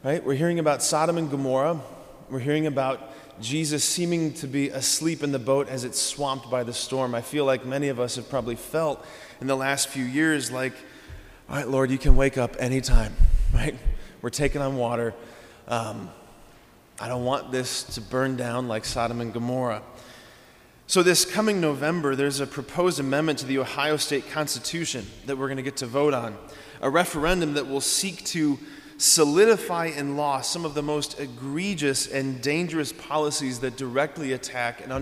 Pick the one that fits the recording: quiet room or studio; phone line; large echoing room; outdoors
large echoing room